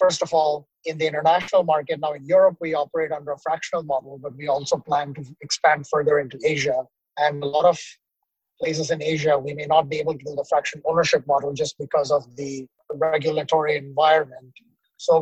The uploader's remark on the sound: despite some technical difficulties, we recorded it on mobile during a car trip